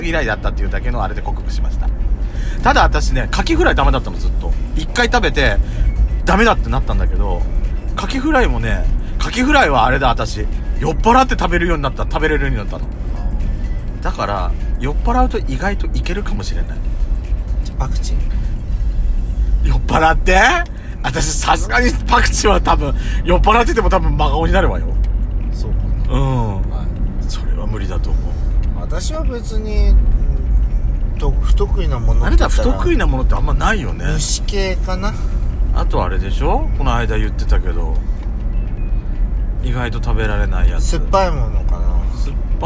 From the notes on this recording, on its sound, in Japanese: 2人組。ドスドライブ収録。ロードノイズゴメンね。